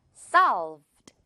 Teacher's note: 하지만 마지막에 여러분 이렇게 실꼬리 발음 살짝 들어가죠. solved. 마지막에 살짝만 들어가는 거예요.